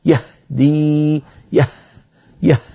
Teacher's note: تعمدت إبعاد الوترين جدا فتدفق الهواء وضعف صوت الهاء وفرغت الرئتان